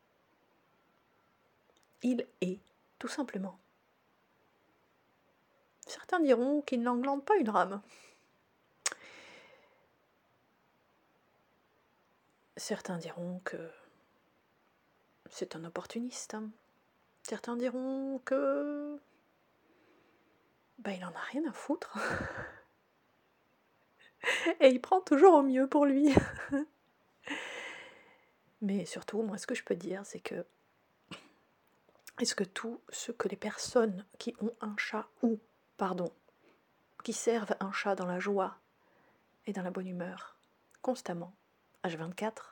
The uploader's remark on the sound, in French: Ce podcast a été enregistré en Présence de Réglisse, l'auteure du ronron l'accompagnant.